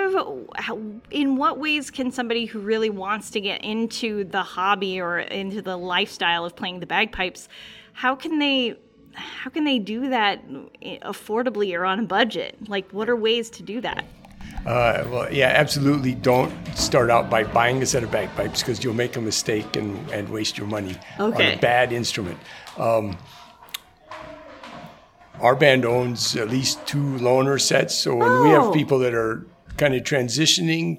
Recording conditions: busy venue